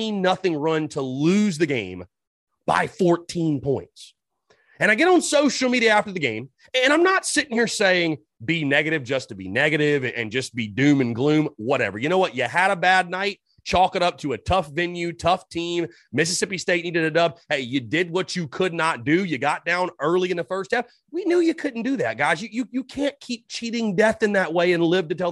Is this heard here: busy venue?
no